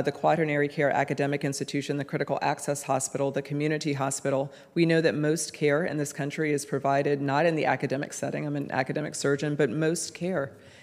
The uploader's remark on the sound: This episode features the audio from a press conference that the ACS held in Washington, DC